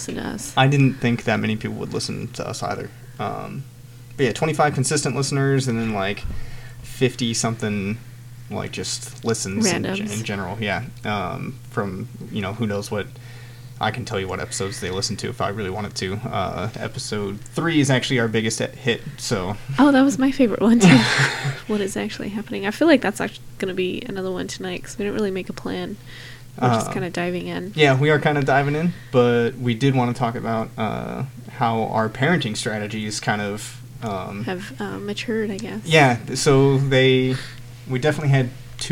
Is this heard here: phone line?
no